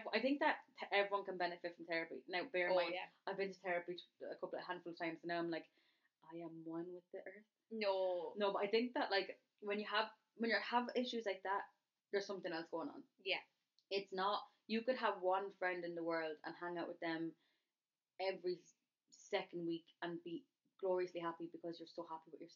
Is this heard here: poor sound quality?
yes